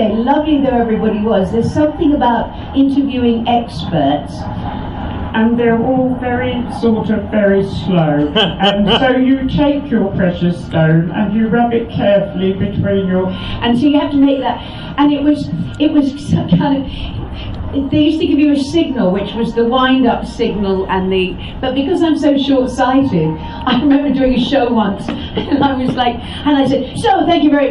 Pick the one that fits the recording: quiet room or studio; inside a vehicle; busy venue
busy venue